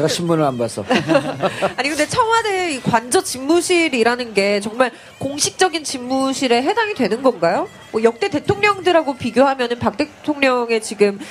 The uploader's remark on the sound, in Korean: 광화문 공개방송.